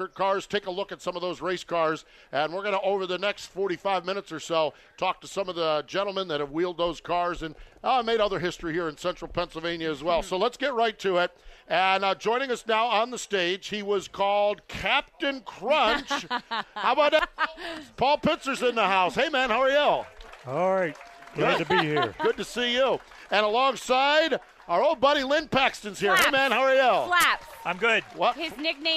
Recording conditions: busy venue